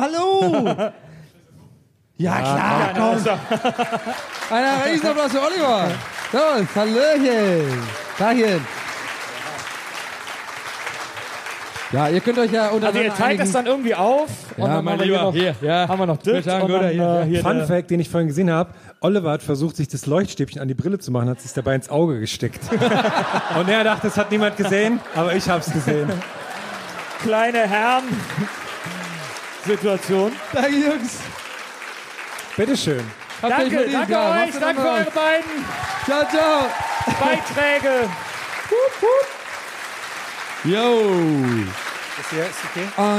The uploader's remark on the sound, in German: Ein wundervolles Live-Publikum im sommerlichen Leipzig. Im Kupersaal in Leipzig.